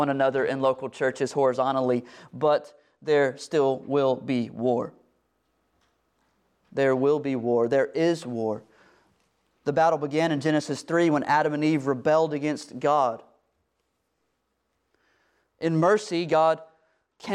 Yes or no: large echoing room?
yes